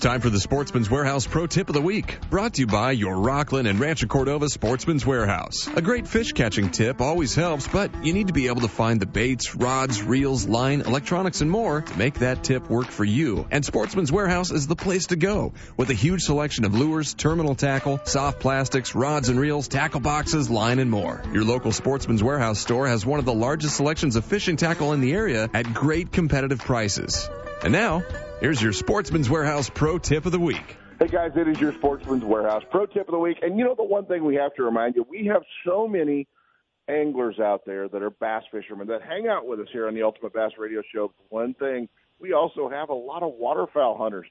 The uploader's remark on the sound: Live from Triton Owners Tournament